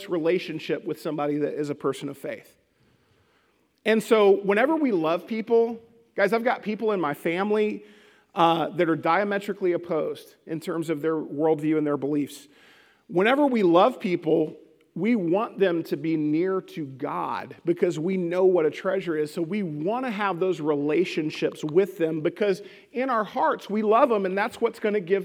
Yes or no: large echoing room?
yes